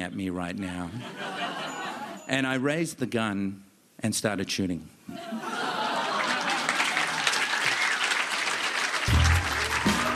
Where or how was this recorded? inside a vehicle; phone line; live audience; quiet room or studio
live audience